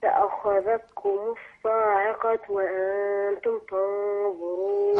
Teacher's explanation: الخاء هنا في مرتبة عالية من التفخيم